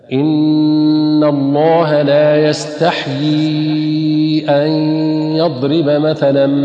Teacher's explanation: وكل هذا خطأ، لأنه يقرأ بكسر الحاء وحذف الياء بعدها يستحي، والصواب سكون الحاء وبعدها ياء مكسورة ثم ياء مدية